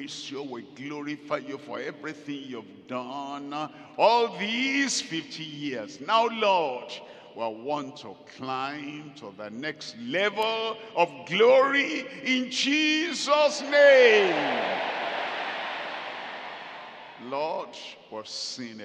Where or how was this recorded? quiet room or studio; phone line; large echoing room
large echoing room